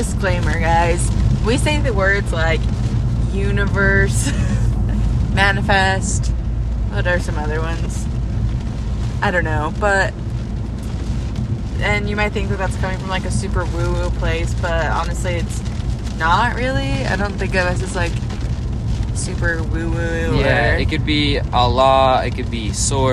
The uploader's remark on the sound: Recording on a rainy day drive in huntsville utah. Our van blew up.